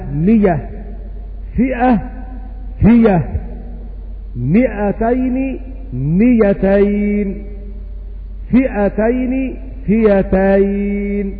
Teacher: يقف عليها حمزة بأيكم لأن الهمزة مفتوحة بعد كسر فتبدل ياء خالصة